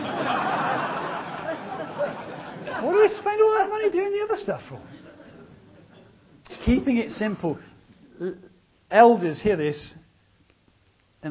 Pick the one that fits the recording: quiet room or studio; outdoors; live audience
live audience